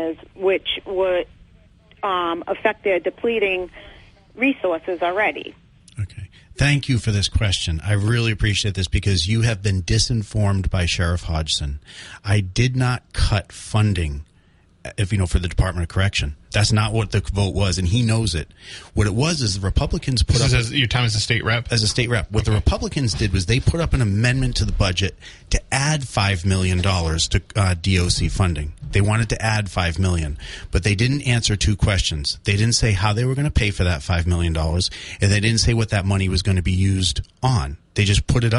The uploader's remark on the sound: Continues to take calls from the audience.